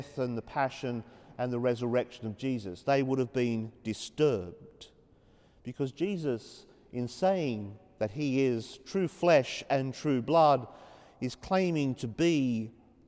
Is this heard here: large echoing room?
yes